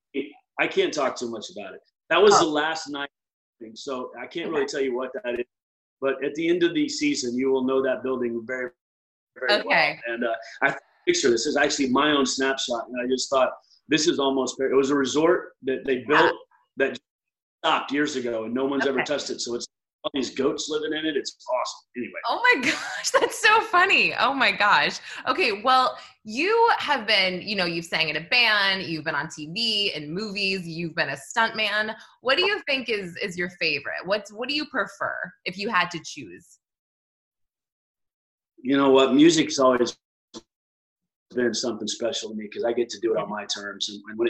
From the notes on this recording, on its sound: on the 'virtual red carpet,' AKA Zoom